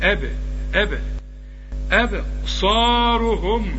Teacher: الصاد هي المفخمة، والراء كمان مدام مضمومة مفخمة